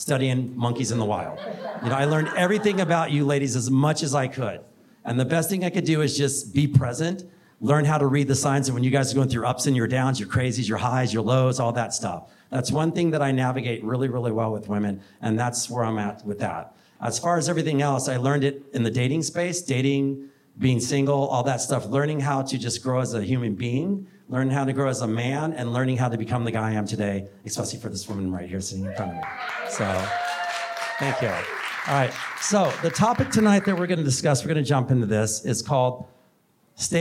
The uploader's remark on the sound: (The Live Stage Event). On stage for his very first live event.